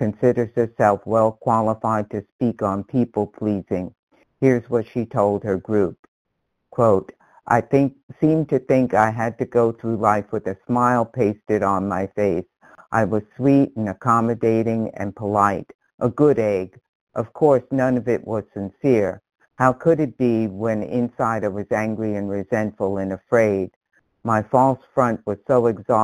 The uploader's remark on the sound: from the 100 Pounders Phone Meeting, 12/1/22